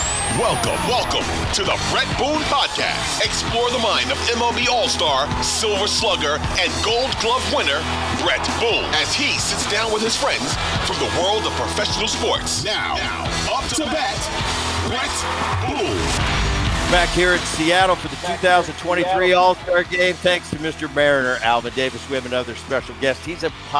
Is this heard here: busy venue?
yes